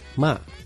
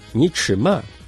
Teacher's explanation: pero en Tianjin solo dice ma, en cuarto tono, todo con ma